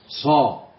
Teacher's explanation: الصاد حرف صفيري مستعل مطبق